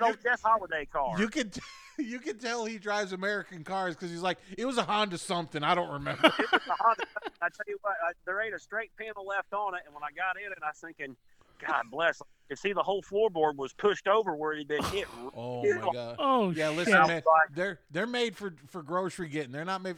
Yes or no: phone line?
yes